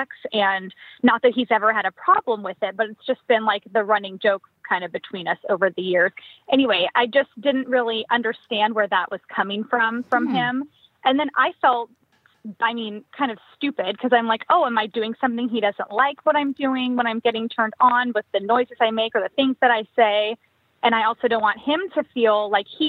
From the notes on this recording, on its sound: addresses all these issues with live callers